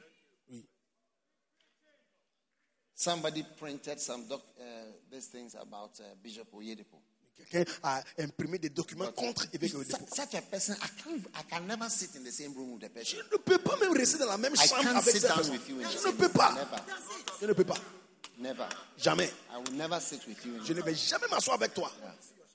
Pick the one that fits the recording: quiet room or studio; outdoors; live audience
live audience